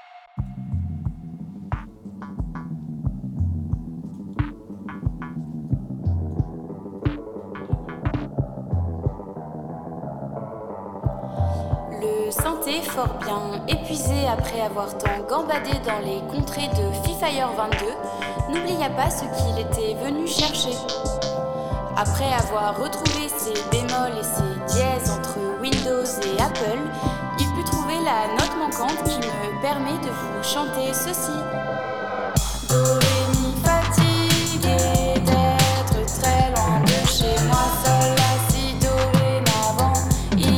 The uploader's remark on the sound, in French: la rédaction de Radio Alpa était en direct de la promenade Newton, à l’occasion du festival Le Mans Fait son Cirque.